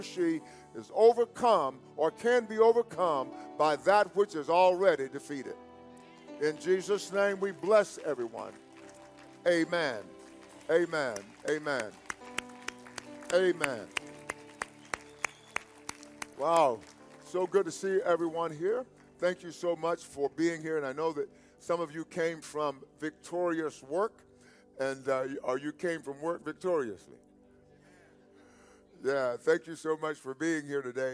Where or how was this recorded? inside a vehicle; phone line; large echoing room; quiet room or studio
large echoing room